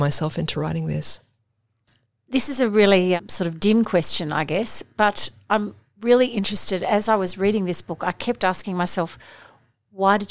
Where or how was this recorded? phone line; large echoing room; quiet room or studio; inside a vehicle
quiet room or studio